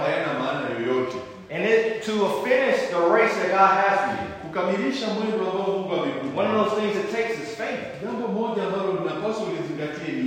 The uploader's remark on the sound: preached at a local church in Tanzania